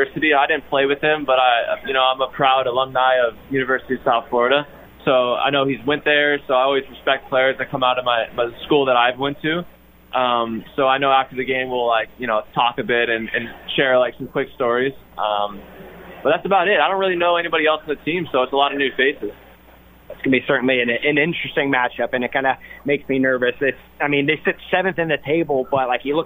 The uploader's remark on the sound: live from The Soccer Ball